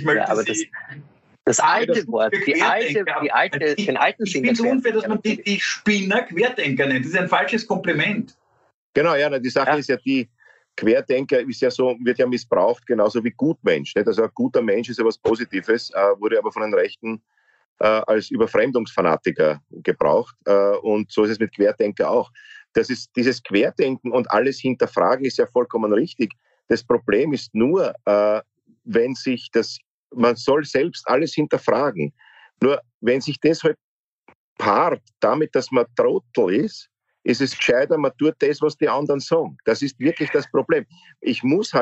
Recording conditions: video call